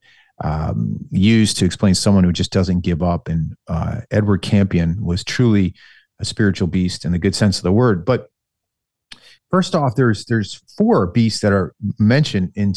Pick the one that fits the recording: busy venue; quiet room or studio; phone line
quiet room or studio